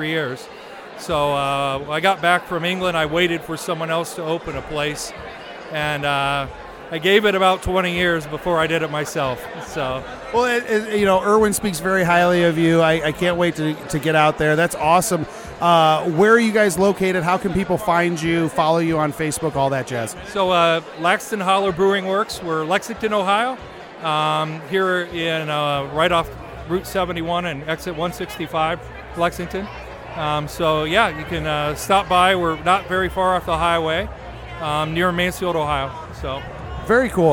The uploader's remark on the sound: Live From Medina Beer Fest